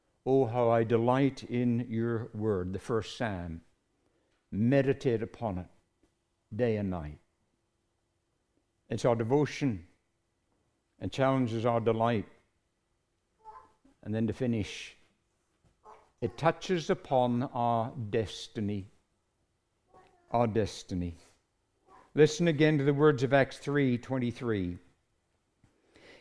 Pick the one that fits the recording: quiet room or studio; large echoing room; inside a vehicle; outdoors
large echoing room